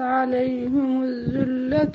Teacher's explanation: هنا نحرص على كسر الهاء في عليهم كسرا خالصا